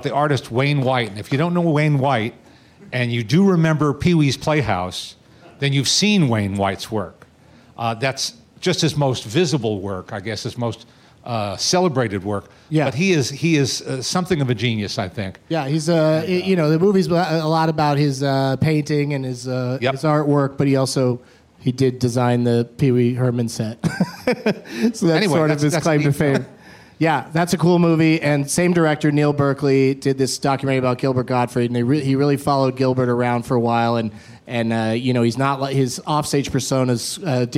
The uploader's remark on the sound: Live from the Traverse City Film Festival